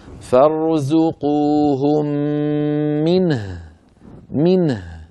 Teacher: نبين سكون النون ونبين سكون الهاء · Term: بيان الهاء المتطرفة الساكنة